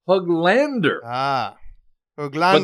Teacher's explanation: the stress is actually on the second syllable